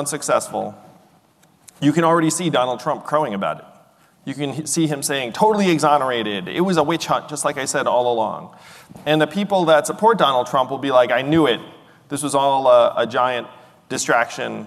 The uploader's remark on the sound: a live edition of The Axe Files